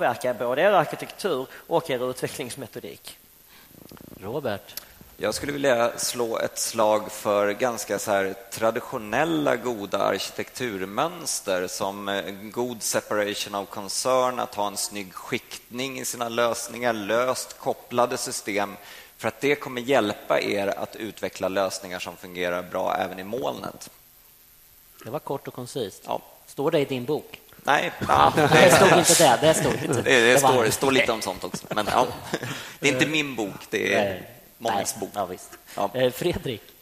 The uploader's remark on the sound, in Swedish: Detta är en inspelning ifrån min session på TechDays 2014.